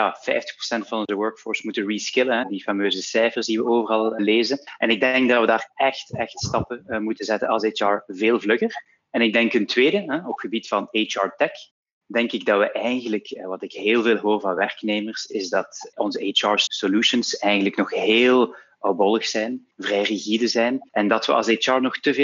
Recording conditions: video call